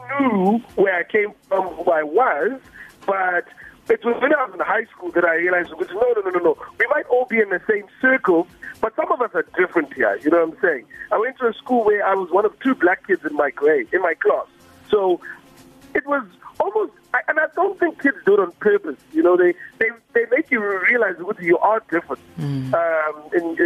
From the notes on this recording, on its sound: We Took A Call. Phoner.